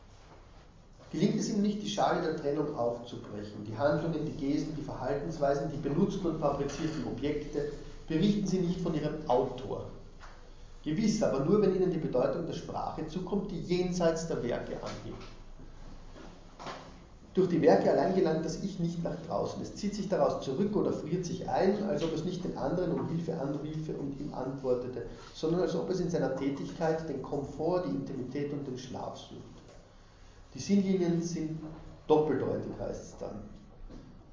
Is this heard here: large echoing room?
yes